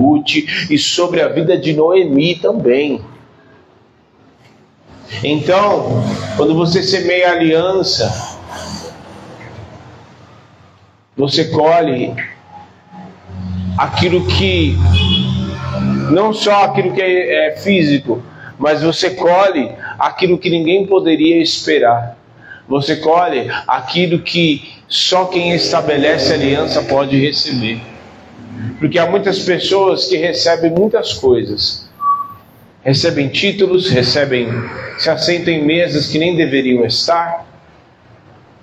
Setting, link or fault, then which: setting, large echoing room